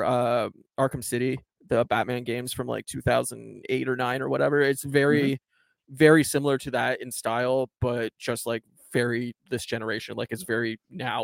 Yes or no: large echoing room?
no